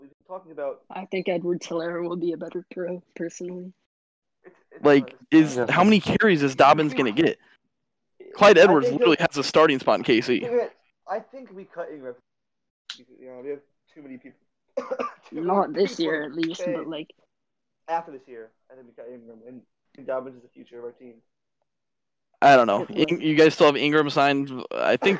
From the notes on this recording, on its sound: Audio was a bit of a mess however it shouldn't be too bad.